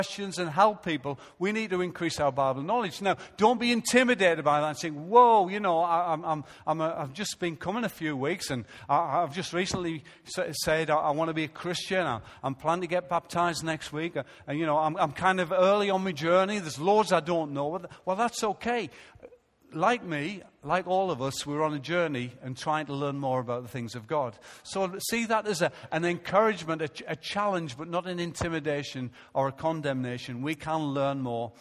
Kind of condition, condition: setting, large echoing room